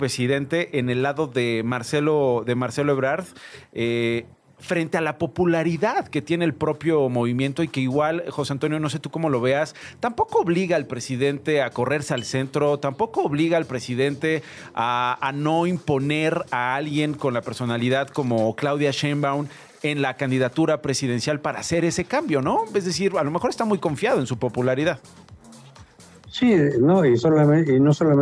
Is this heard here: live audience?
no